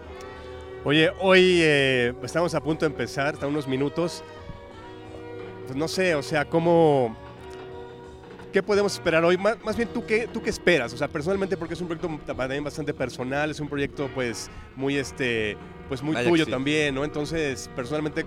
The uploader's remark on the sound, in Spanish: Un programa especial de M Jazz, desde la sede del festival